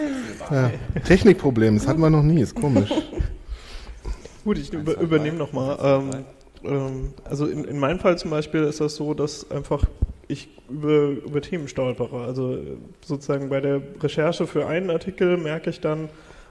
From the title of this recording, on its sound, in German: Live vom 36C3